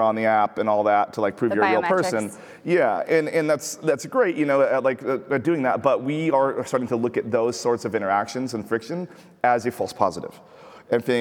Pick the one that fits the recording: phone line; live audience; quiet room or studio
live audience